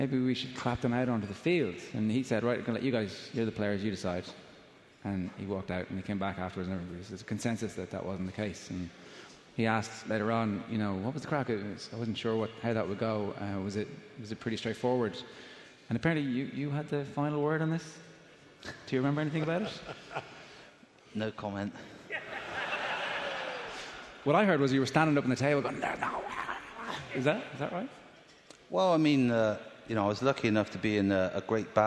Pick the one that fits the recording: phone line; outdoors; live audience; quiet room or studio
live audience